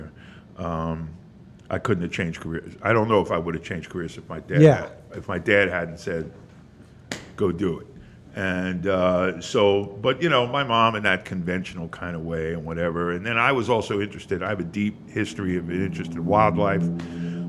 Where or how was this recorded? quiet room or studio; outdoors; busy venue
busy venue